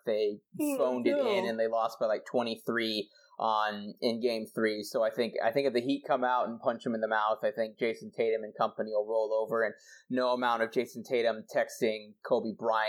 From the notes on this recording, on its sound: Recorded this episode on the road for the day job, so apologies for the subpar audio quality.